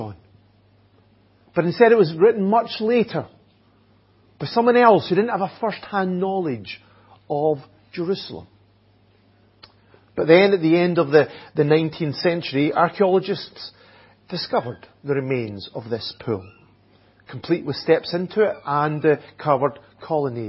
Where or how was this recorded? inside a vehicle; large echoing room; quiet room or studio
large echoing room